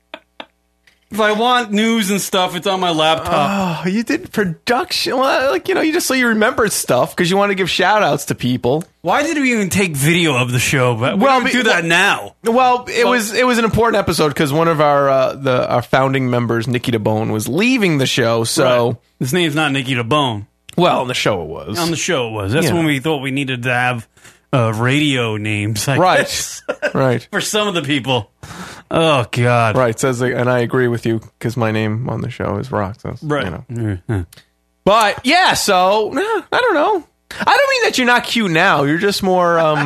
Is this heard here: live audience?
no